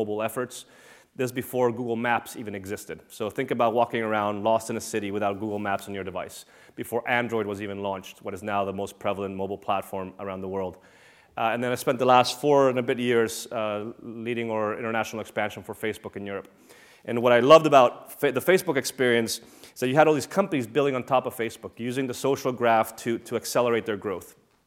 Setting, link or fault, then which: setting, large echoing room